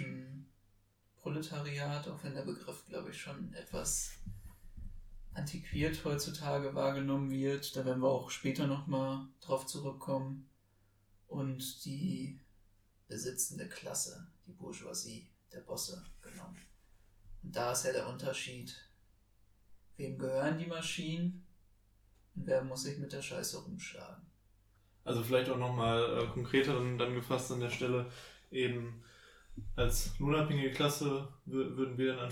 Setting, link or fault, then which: fault, poor sound quality